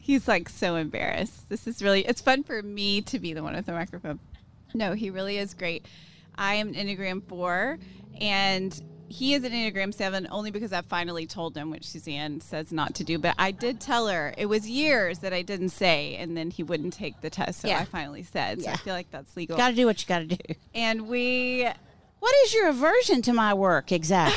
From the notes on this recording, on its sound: Today's show was recorded Live outside of Fabled Bookshop and Cafe in Waco, TX, so you'll be able to hear the cars, the train, and the city in the background. Wrapping up with questions from the audience at the end!